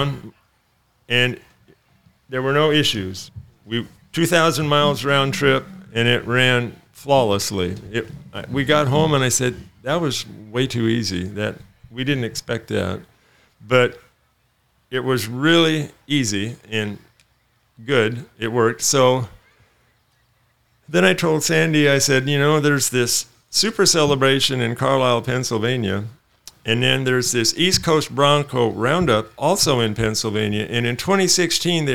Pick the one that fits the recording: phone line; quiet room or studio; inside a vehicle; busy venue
busy venue